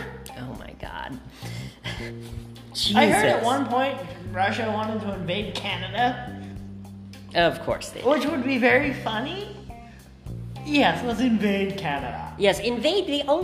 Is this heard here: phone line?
no